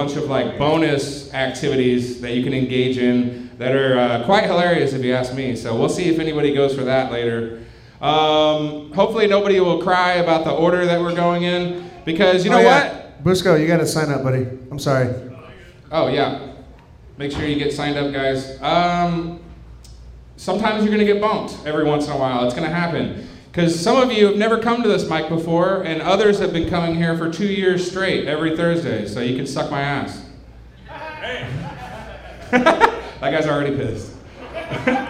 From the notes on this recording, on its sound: This late-night talk show-meets-podcast setting. Recorded LIVE from Shark's Comedy Club in Dallas, Texas.